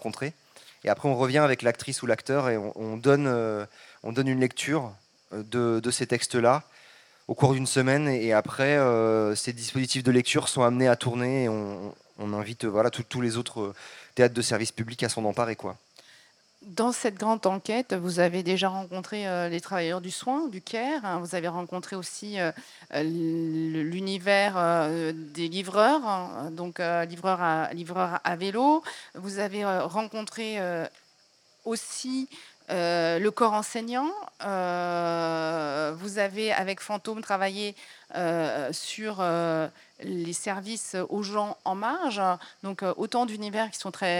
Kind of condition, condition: setting, busy venue